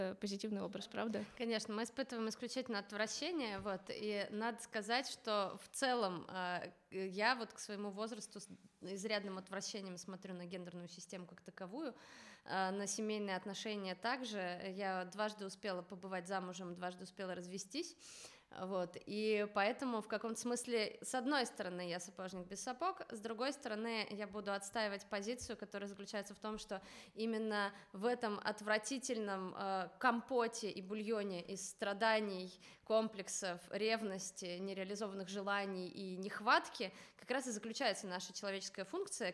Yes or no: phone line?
no